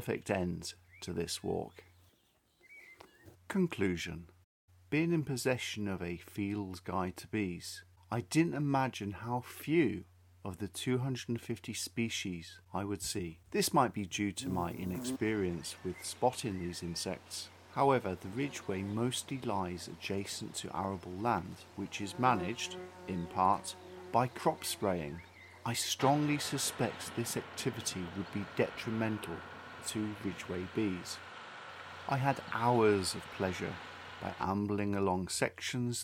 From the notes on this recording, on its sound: I visited the following sections of the Ridgeway: Middlehill Down which is south of Wantage; Bury Down near West Ilsley; White Horse Hill south of Uffington. I walked along these parts of the Ridgeway, with a camera and tripod, and recorded the bees I encountered. The previous precipitation had probably suppressed the activity of Ridgeway insects, yet I heard the reassuring hum of humble-bees. Having walked a short distance from the carpark, a notice caught my eye.